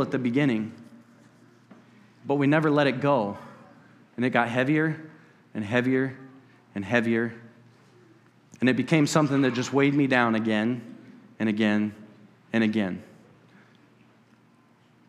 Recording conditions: large echoing room